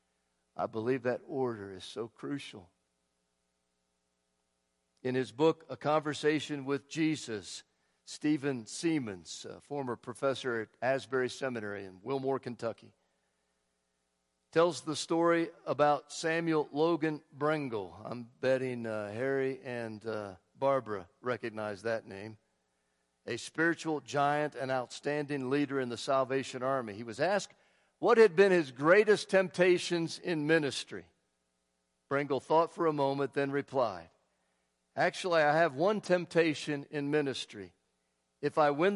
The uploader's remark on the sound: Woodland Life Church Live